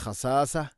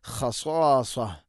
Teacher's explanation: സ്വാദ് സ്വരഭാരത്തിൽ ഉച്ചരിക്കേണ്ട ഇസ്തിഅല എൻ്റെ അക്ഷരമാണ് · Shown in: second take · ഖസ്വാസ്വഹ, ഇവിടെ ഖസാസ എന്ന് പറയരുത്, ഖസ്വാസ്വഹ.